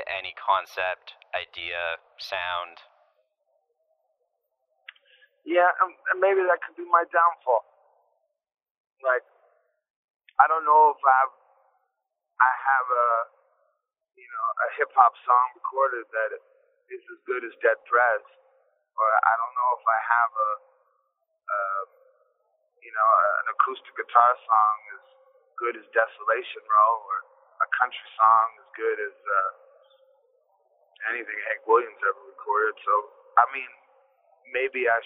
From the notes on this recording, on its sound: We spoke on the phone.